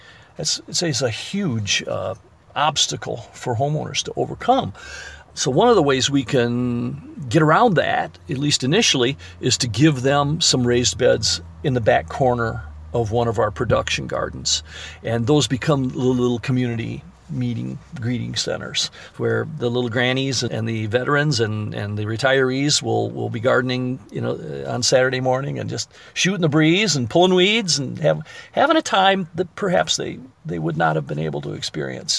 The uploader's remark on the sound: If you listen carefully, you may hear the sound of the intermittent windshield wipers going across the glass. During a summer storm, as they were talking amongst the raised bed vegetable garden, planted in what was the parking lot of an abandoned building.